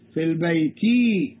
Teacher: you hear the sound of kasra, of khafd at the end